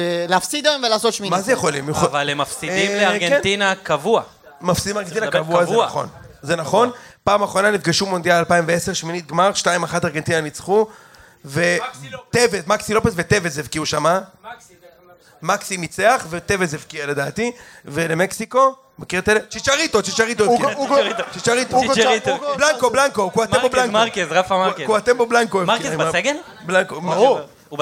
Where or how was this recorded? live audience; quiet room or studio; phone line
live audience